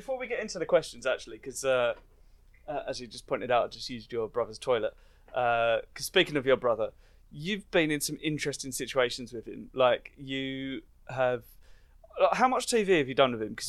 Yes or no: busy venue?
no